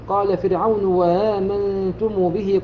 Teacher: الثانية آمنتم. أما إذا وصلها والأصل أنه سيصلها بما قبلها فإنه يقرأها بإبدال الهمزة الأولى واوا وتسهيل الهمزة الثانية